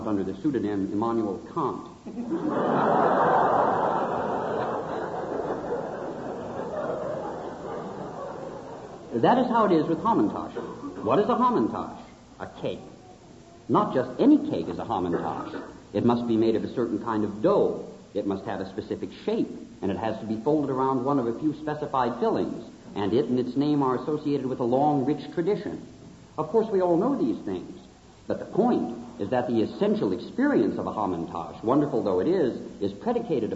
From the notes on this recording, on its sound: lecture from the 1976 Latke-Hamantash Debate at the University of Chicago